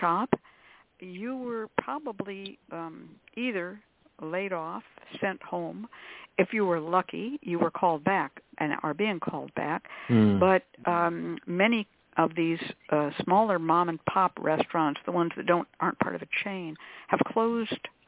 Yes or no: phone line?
yes